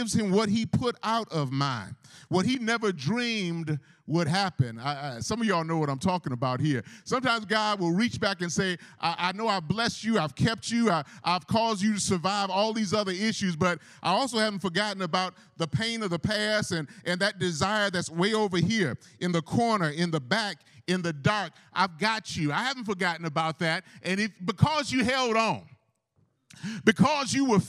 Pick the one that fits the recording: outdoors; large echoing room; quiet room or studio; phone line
large echoing room